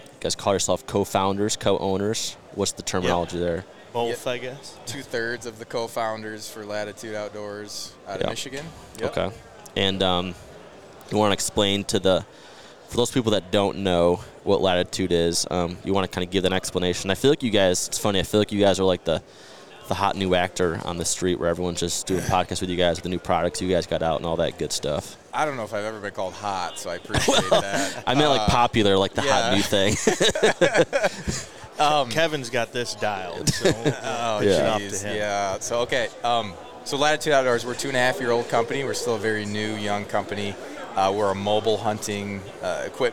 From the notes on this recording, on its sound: At the Great American Outdoor Show in Harrisburg.